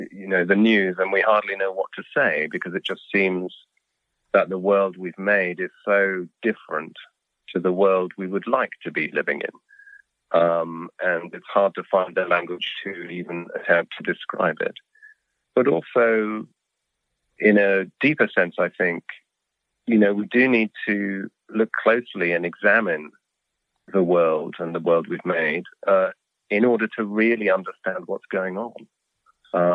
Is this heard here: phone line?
yes